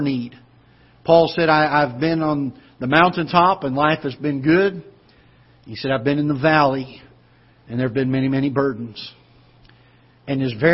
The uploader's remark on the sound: Ketha Heights Baptist Church ~ Live Broadcast